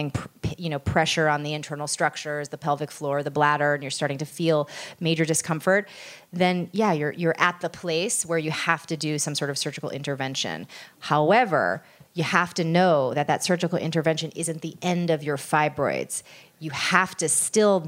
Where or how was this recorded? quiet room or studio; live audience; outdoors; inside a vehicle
live audience